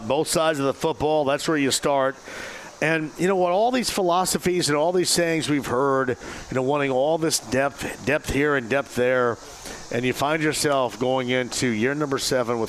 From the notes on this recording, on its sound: Live From Mystic Waters. Mystic Waters Campground, the location of today's remote broadcast!